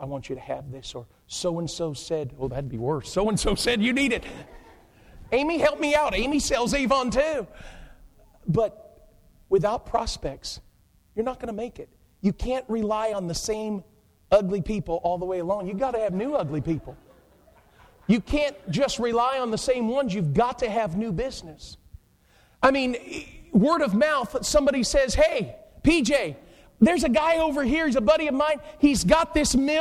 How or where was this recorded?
large echoing room